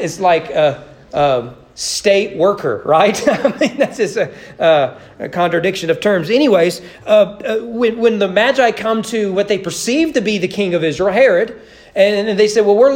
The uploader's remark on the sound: Sermon preached at East Frankfort Baptist Church on December 22, 2021 as part of the annual Candlelight Christmas service.